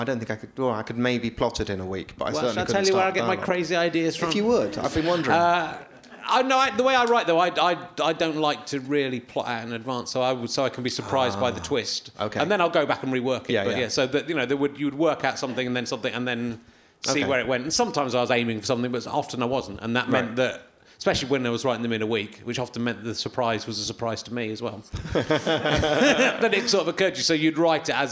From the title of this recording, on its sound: Leicester Square Theatre Podcast